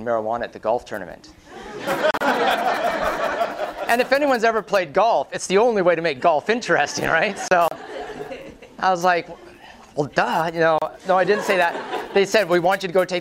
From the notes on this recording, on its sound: Prezo audio from Northern Voice, 2009. Lively mixed-media presentation.